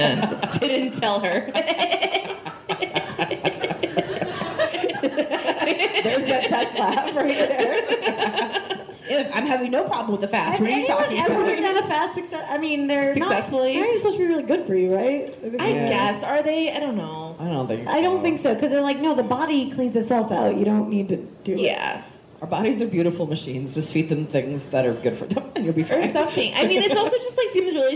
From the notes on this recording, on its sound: Live From Boise! This week, the ladies are coming at you LIVE from Boise, Idaho!